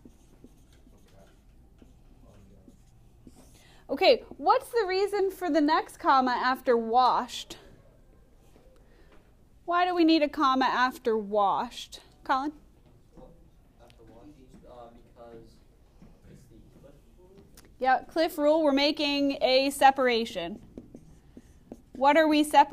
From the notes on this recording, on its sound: Recorded in class on 12/16/19.